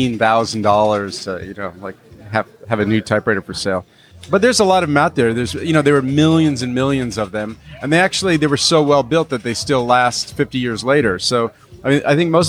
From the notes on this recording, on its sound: Recorded: Friday October 28, 2017 4:00 pm (EST) at Page One Café. At Page One Café.